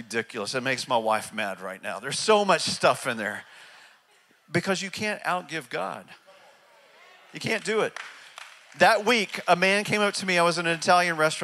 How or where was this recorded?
large echoing room